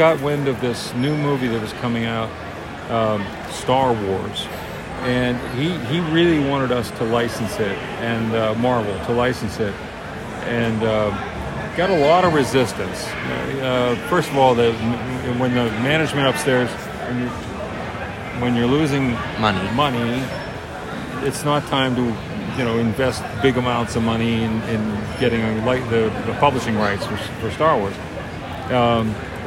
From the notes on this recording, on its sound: Live from Terrificon in New York